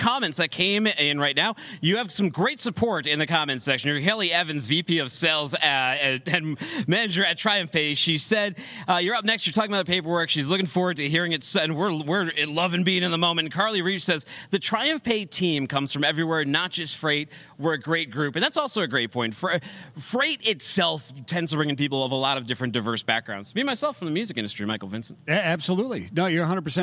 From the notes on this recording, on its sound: LIVE from the 3PL Summit. Live from FreightWaves 3PL Summit.